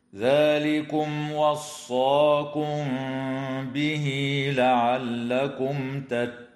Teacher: وتوصل هاء الضمير في قوله تعالى به لعلكم بياء تمد وصلا بمقدار حركتين · الميم الساكنة في كلمة ذلكم وقعت قبل الواو فحكمها الإظهار الشفوي